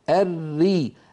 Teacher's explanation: نجد بأن اللسان لم يتقعر وبأن لسان المزمار أو بالأحرى الحلق لم يتضيق كما حدث في الراء المفخمة · Term: الراء المرققة